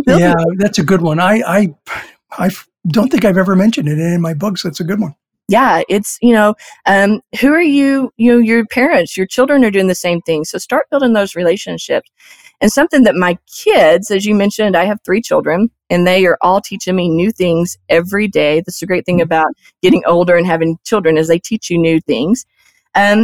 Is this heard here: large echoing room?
no